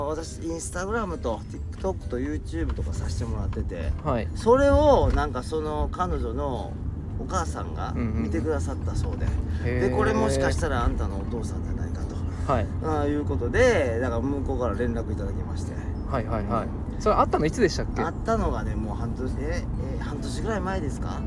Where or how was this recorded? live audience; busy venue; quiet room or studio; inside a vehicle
inside a vehicle